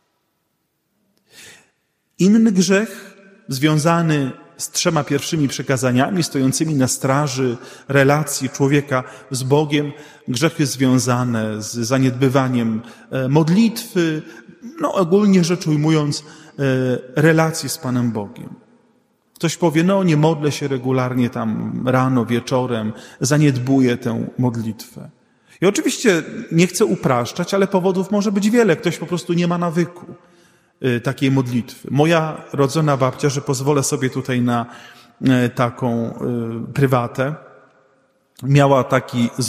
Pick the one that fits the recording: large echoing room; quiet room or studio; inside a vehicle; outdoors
large echoing room